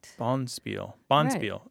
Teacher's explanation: Accent on the first syllable.